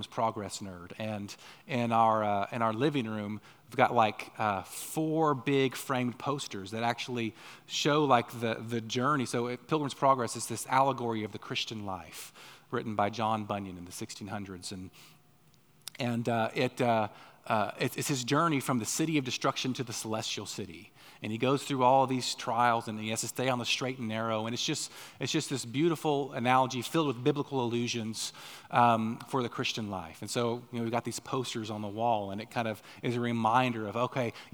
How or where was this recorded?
large echoing room